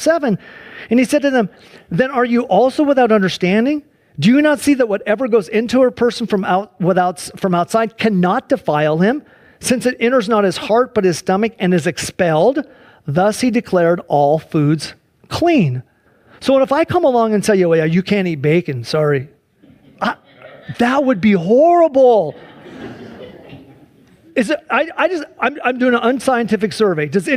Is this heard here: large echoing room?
yes